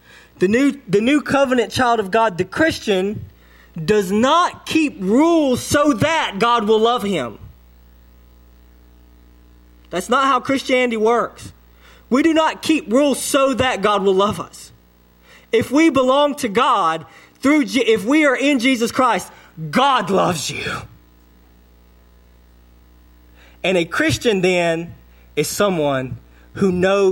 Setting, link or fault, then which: setting, large echoing room